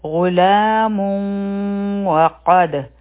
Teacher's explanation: قاف غټ حرف دی او په دال باندې چونکې سکون دی نو قلقله به کیږي